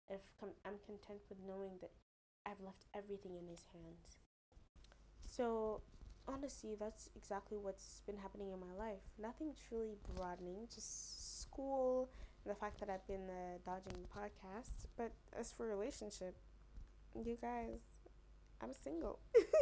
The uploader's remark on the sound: I am sorry about sound the little tech skill died along with the podcast schedule.